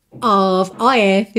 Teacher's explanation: Vai ter som de OV, tá? Nem o O tem som de O, nem o F tem som de F.